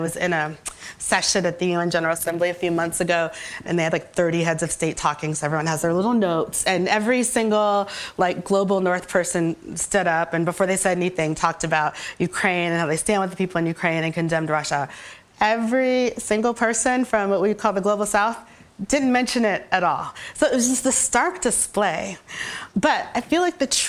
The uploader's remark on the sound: On stage at BoF VOICES 2022